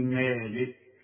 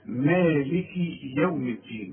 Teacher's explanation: والكاف كتير قوي يغلطوا فيها ويسكنها، يقول لك مالك يوم الدين، لا يا سيدي، تسكنها إذا وقفت تقول مالك، إنما إذا وصلت اكسر الكاف، مالكي، ها، مالكي يوم الدين.